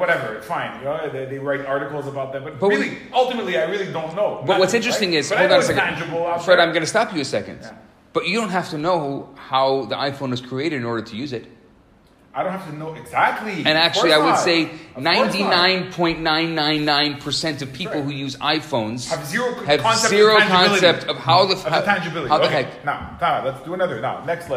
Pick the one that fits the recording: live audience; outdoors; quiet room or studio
live audience